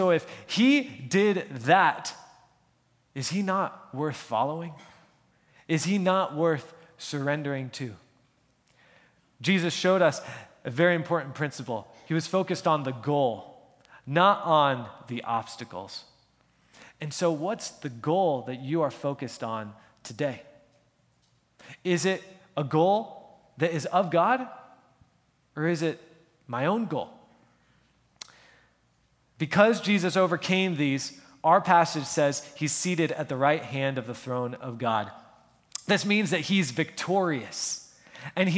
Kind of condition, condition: setting, large echoing room